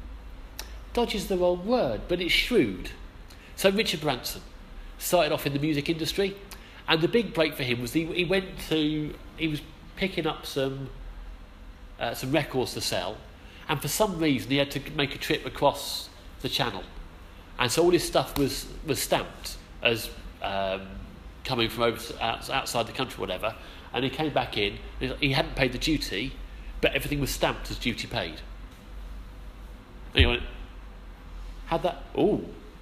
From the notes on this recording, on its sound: Our sermon from the 11am service